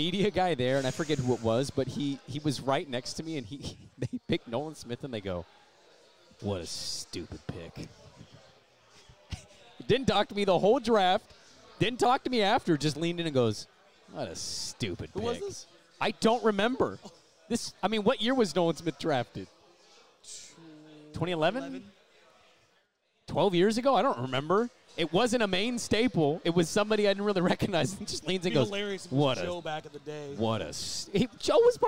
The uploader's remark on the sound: Live reactions from the Lottery show. On location at Brix Tavern in the Pearl.